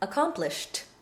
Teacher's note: However, when it's pronounced as in modern usage, because it immediately follows the unvoiced sound sh, the D would become an unvoiced T